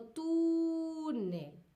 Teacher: Con el acento prosódico, la mayor entonación en la tú y no en el nel.